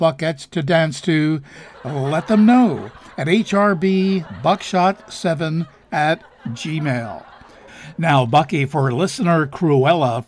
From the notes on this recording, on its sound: Live from the Stranded Theater in New York City.